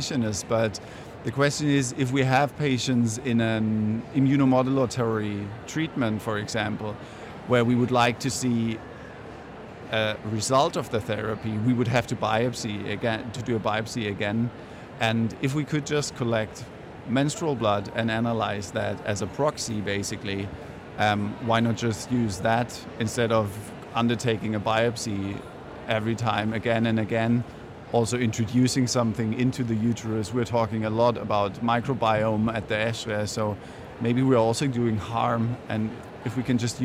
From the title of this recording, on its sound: Live from ESHRE 2023